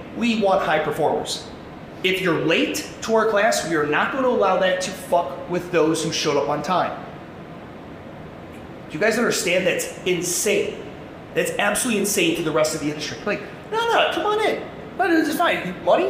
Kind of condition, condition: setting, live audience